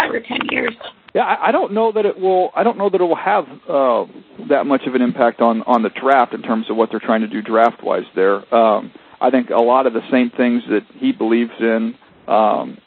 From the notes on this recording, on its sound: held a conference call with members of the media